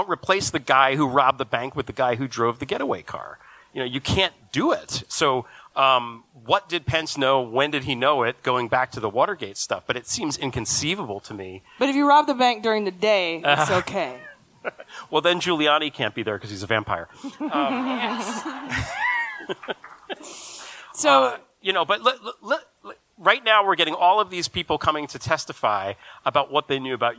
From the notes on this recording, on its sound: At our live show in Boston, MA.